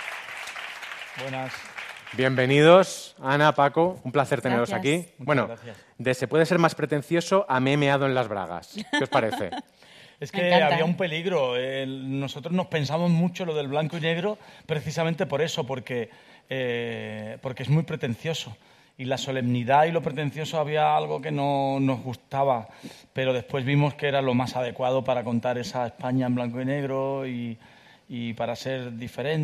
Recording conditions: busy venue